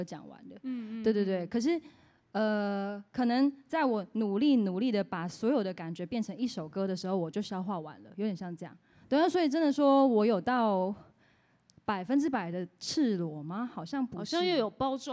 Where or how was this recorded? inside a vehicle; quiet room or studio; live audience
live audience